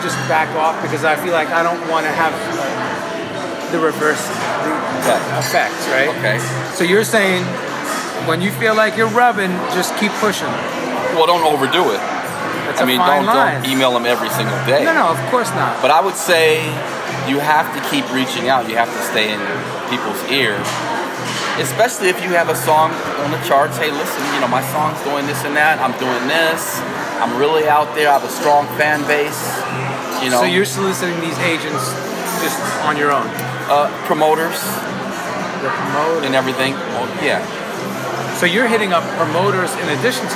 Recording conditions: background noise